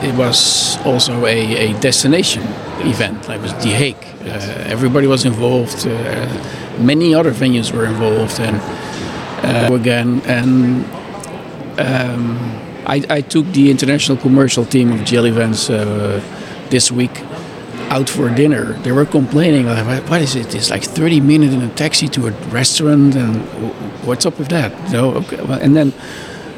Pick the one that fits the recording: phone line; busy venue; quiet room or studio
busy venue